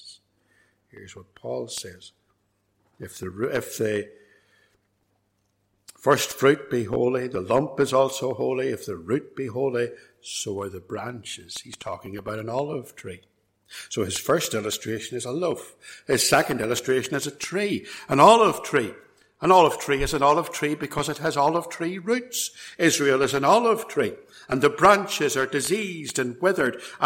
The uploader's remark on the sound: This sermon was recorded at Templepatrick Reformed Church and reproduced here with their kind permission.